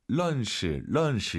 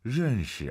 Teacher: 알 발음 약간 으르르 혀를 뒤로 보내면서 런시. 아, 이거 쉽지 않아요.